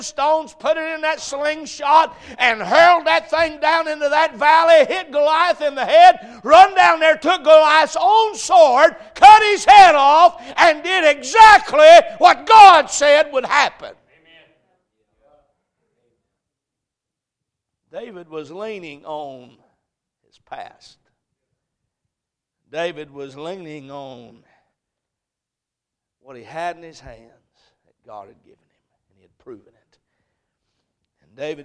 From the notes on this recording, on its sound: A message preached at Crossroads Baptist Church